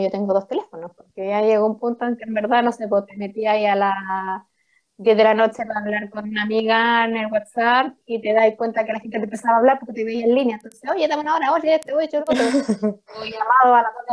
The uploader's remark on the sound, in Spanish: Bueno, espontáneo pero con algunos problemas de audio.